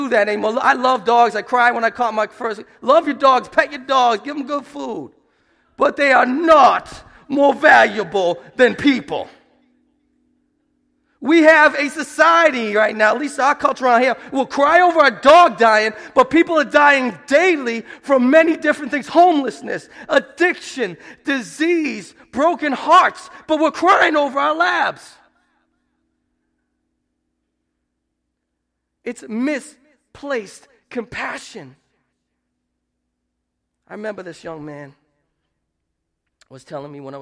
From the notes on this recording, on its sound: Preached at Restoration Road Church on April 2, 2017